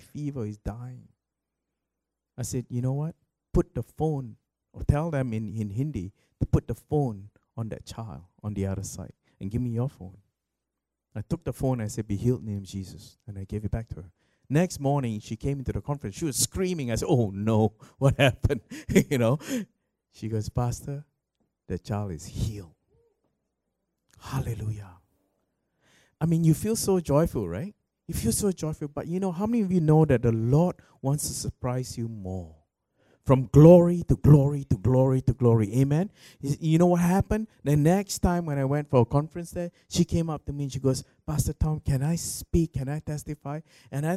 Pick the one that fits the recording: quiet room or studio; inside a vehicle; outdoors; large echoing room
large echoing room